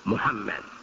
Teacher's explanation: It's actually a blend of the U and the O · Term: mu sound